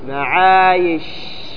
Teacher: الشين معايش تستطيع تمده · Term: رخو